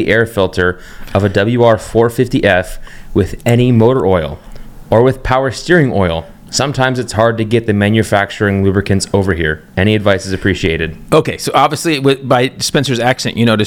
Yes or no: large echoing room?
no